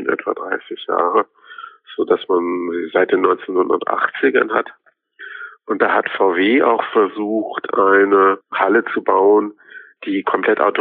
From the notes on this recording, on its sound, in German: Unterstützung gibt es dabei am Telefon